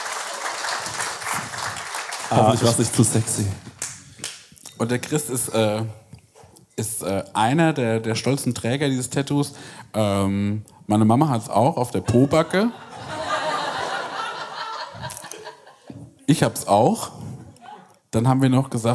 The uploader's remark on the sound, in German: Live aus Berlin